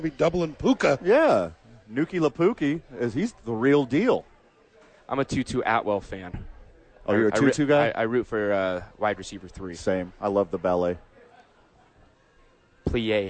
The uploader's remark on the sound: live from Howies!